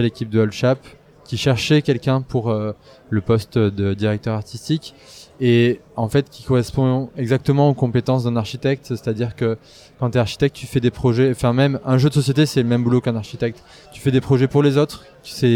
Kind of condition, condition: setting, busy venue